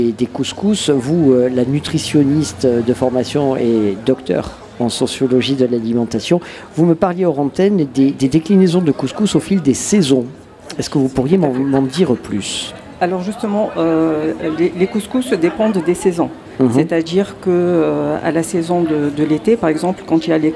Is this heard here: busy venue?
yes